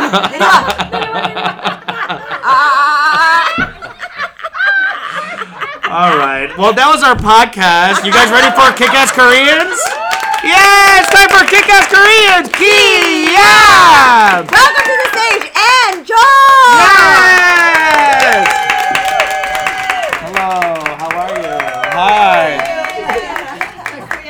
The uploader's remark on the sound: Ajumma Live Chicago 2022. A live taping of our podcast at the Steppenwolf Theater in Chicago!